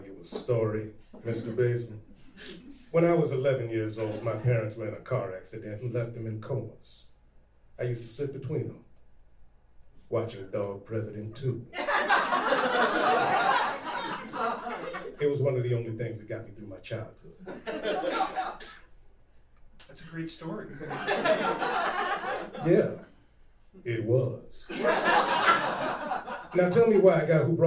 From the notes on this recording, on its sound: It should be noted that we read this pilot live in Los Angeles at The Lyric Hyperion Theater. That's right, you're going to hear some real laughs!